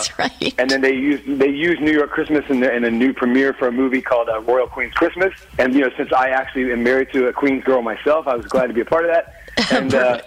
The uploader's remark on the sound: called into The Big Show